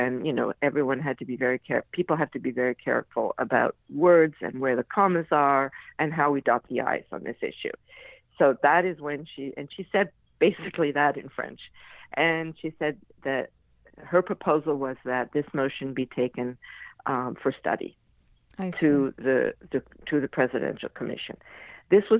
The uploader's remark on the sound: I had with me on the phone